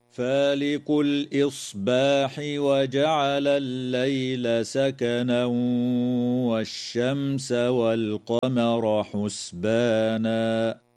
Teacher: يدغم التنوين في الواو مع الغنة في قوله تعالى: سكنا والشمس، وتظهر الميم الساكنة في كلمة والشمس، ويجوز الوقف على كلمة حسبانا من قبيل الوقف الحسن.